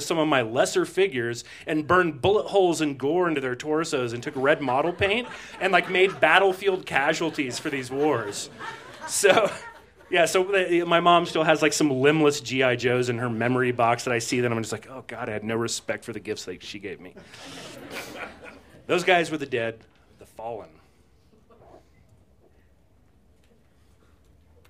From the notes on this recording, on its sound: These stories were recorded at The Deer Pile.